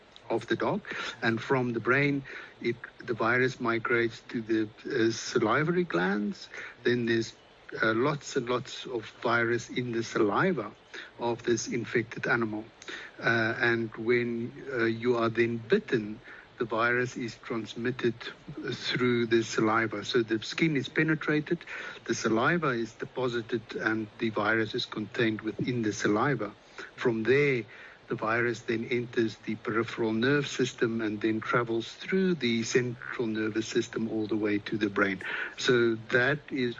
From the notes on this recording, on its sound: Health Chat is a live call-in program that addresses health issues of interest to Africa. The show puts listeners directly in touch with guest medical professionals.